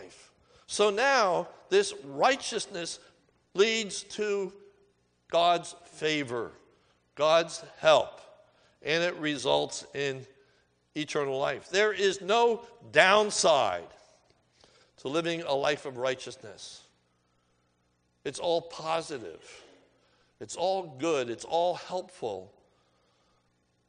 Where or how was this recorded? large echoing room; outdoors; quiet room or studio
large echoing room